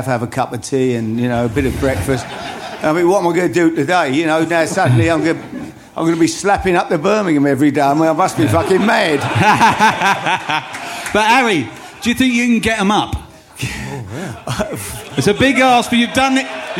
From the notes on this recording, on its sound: If you were there you witnessed three great shows, live at the 100Club and this is the second one!